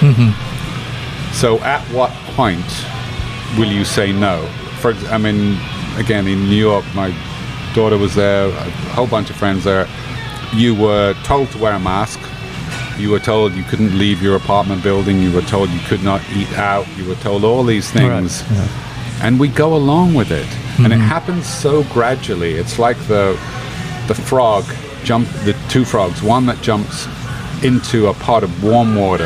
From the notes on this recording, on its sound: Recorded at Emerald Republic Brewing.